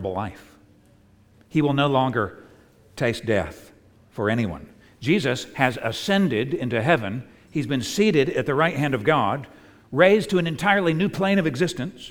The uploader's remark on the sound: At the United Christian Church of Dubai. On Easter Sunday 2022.